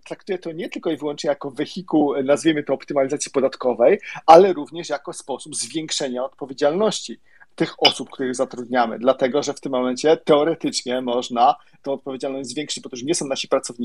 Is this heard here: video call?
yes